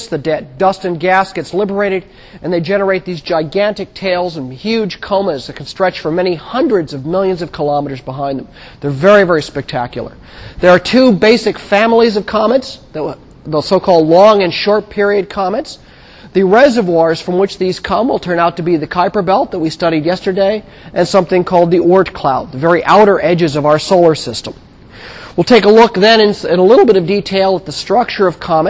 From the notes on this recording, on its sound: Recorded 2007 Nov 28 in 1000 McPherson Lab on the Columbus campus of The Ohio State University